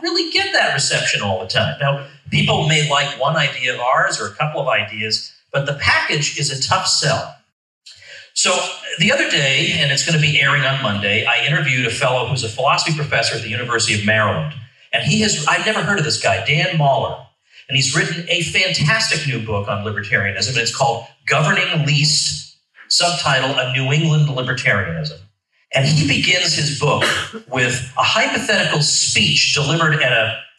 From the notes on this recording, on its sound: In this keynote address to the state convention of the Libertarian Party of Florida